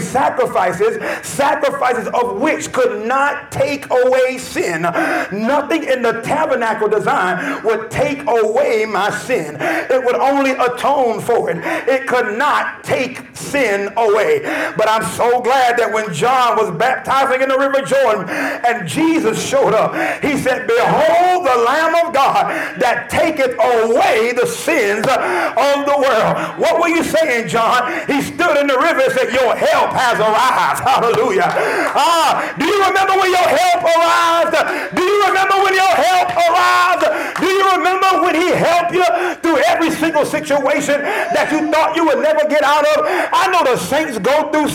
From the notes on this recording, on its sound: This podcast has been recorded at Lively Stone Temple Columbia which is located at 51 Berkshire Dr. Columbia, SC 29223.